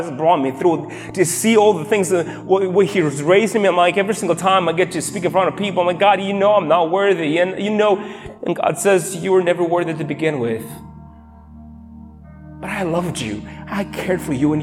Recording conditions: large echoing room